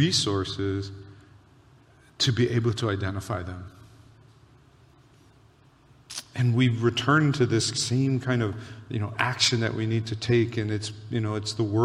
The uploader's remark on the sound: Recorded on July 23, 2023 at Waialae Baptist Church.